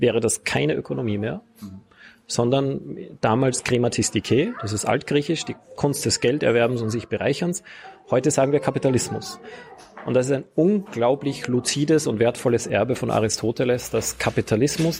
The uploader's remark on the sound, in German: in der Berliner Buchhandlung Ocelot aufgezeichnet